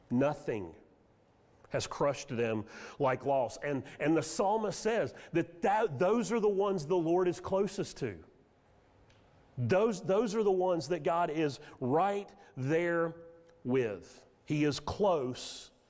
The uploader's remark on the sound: Sermon audio from Mission Church in Locust, NC.